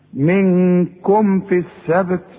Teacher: علمتم الذين اعتدوا منكم في السبت ولا غلط لان ميم اظهار الميم اللي عليها السكون اقفل فيها شفايفك اظهرها